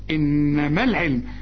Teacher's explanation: لغينا الالف عند الوصل، انما العلم، شبكنا الميم مع اللام، انما العلم.